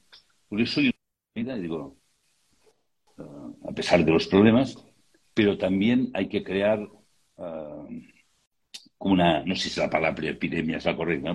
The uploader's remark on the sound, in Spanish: Audio de la charla en vivo por Instagram